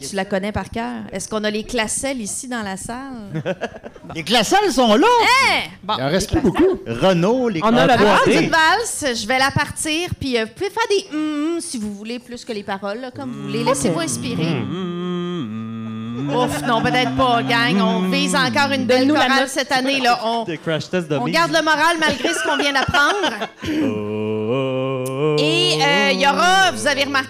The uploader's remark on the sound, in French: Live au O Patro Vys. Cet épisode spécial enregistré au chic O Patro Vys!